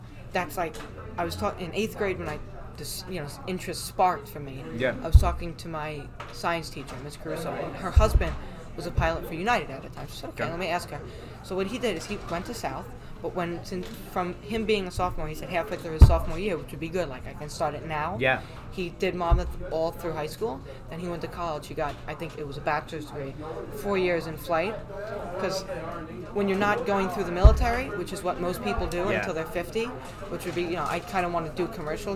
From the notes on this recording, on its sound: Apologies in advance for the disruptions and background noise. The #CRAfTLab which has very little privacy.